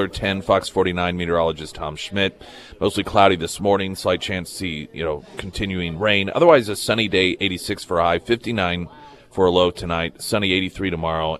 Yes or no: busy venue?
yes